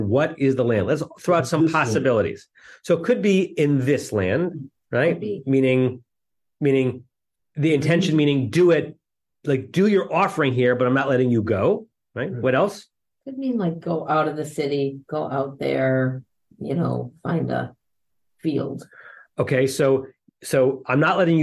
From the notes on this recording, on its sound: At Temple Beth Am, Los Angeles.